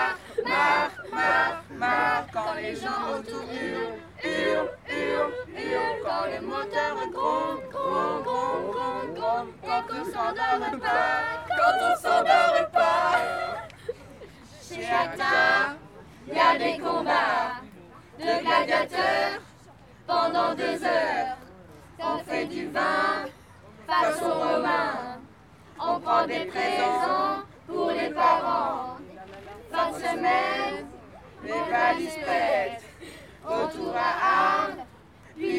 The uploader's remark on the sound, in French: L'enregistrement s'est fait lors de la performance en plein air dans les jardins du musée d'Arles.